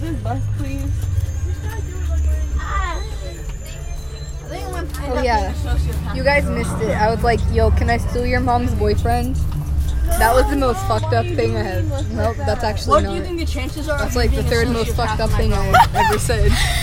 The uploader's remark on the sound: Recorded on a bus